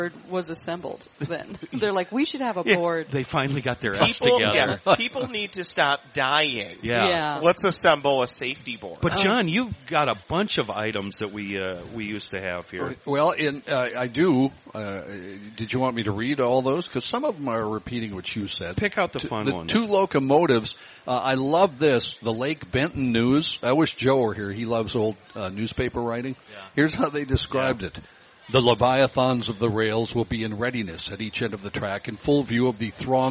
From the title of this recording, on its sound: Today we play a great game at the State Fair